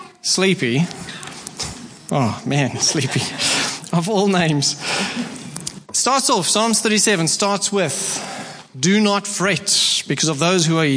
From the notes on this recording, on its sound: Preached at Horsham Downs on 28/01/24